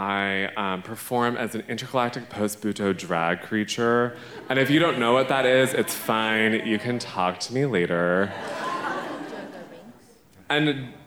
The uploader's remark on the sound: Recorded at The Alberta Rose Theatre in Portland, OR on December 9, 2018.